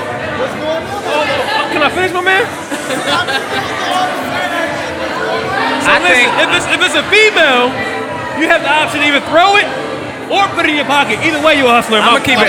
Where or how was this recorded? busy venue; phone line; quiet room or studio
busy venue